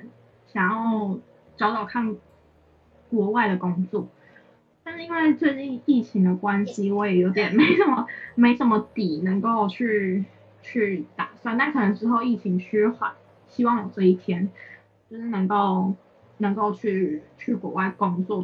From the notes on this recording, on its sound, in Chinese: 此集為線上錄音